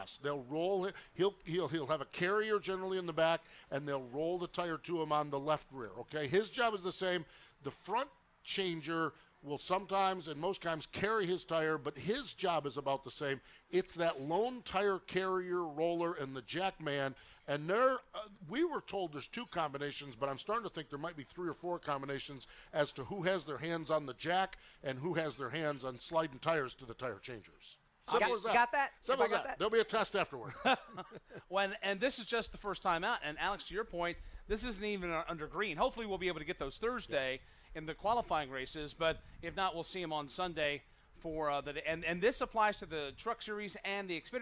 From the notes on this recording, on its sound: NASCAR Live from Daytona